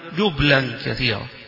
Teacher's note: اللام أيضا جبلا كثيرا، قراءة أبي عمرو وابن عامر جبلا كثيرا بالتخفيف فيها وتسكين الباء